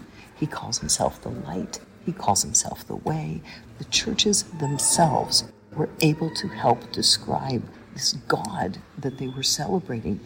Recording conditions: background noise